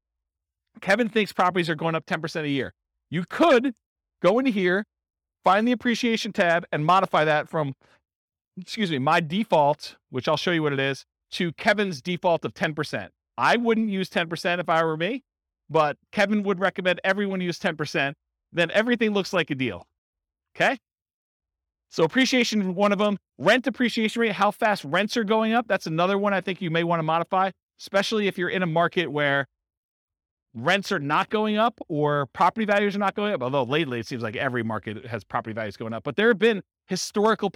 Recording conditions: live audience